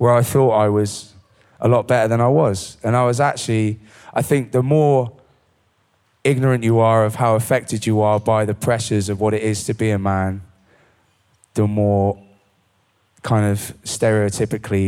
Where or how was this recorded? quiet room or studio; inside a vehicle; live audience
live audience